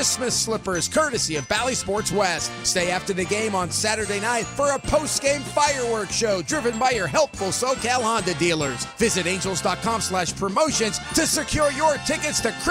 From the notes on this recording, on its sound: "LIVE" from Angel Stadium in Anaheim, CA